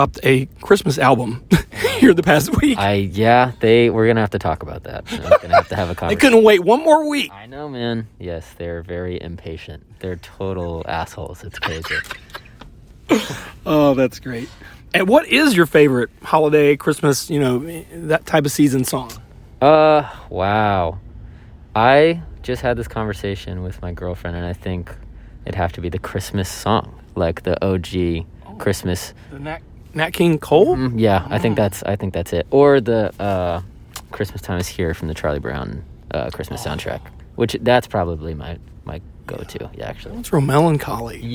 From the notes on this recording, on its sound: in a van outside the Fox Theatre in Atlanta, GA